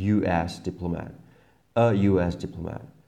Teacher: U, síce to U ako samohláska, ale čítame J, US diplomat.